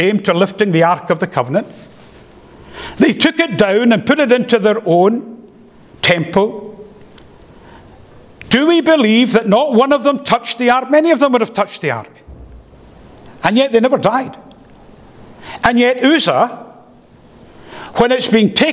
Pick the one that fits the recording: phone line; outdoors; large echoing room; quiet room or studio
large echoing room